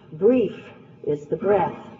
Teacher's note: falling and then rising, a troche and an iamb.